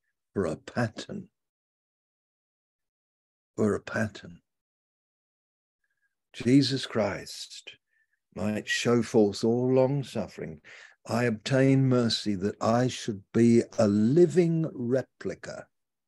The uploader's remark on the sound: Malaysia Meets (Zoom)